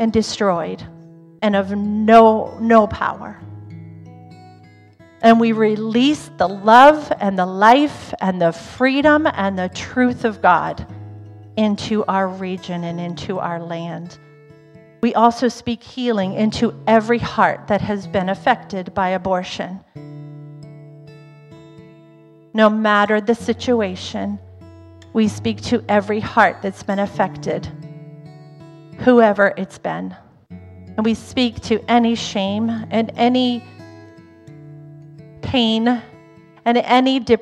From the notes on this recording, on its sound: Was recorded on Sanctity of Human Life Sunday , January 22nd, 2023, during service at The Anchor Church in Rockport, Maine. Was recorded on Sanctity of Human Life Sunday , January 22nd, 2023, during service at The Anchor Church in Rockport, Maine.